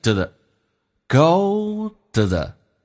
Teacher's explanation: to 跟 the 碰在一起，咬舌音 th 可以变成一个 z 这个发音，这是一个规则，就变成 the the go the the.